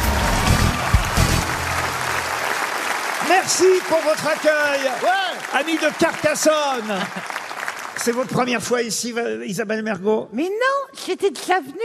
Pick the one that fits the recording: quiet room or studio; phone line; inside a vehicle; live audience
live audience